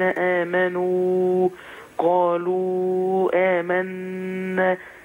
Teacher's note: يبقى أنا ما مدش كتير، يبقى أنا همد حركتين بس